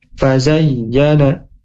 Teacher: Fazayyana lahumus syaiton. Huruf ya ada tasdid, maka dihentakkan hurufnya. Fazayyana, jangan fazayyana, fazayyana, tapi ada hentakan ya.